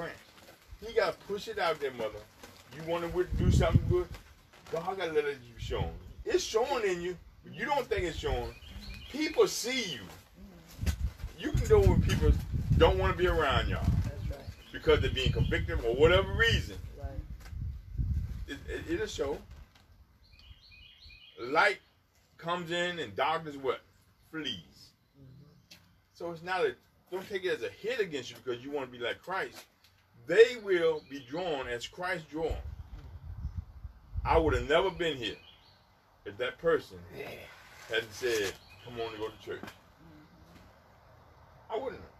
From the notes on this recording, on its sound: Faith Temple NFCOG Sunday Morning Outside Service May 31, 2020